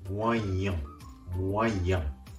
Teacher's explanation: モアイヤンのんをいうときに、このんを鼻から発音するように